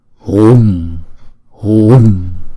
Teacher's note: Chúng ta kéo dài chữ U và đọc có giọng hùng hồn.